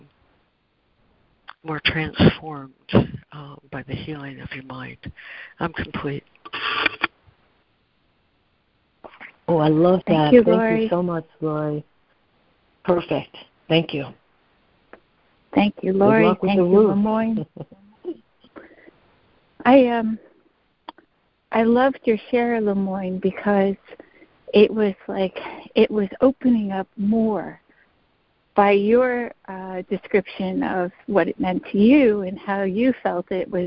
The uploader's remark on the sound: ACIM Daily Conference Call.